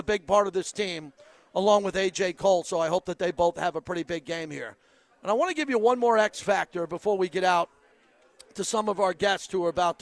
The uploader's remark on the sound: LIVE FROM LA CASA CIGARS IN TIVOLI VILLAGE